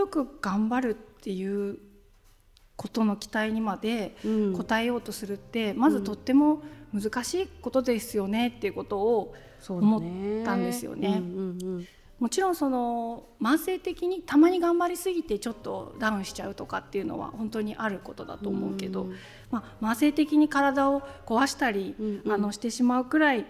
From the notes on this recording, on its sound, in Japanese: 本日は公開収録イベントの模様をお届け。20代思い出の地、青山で。